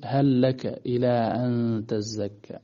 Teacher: تدغم لام هل في اللام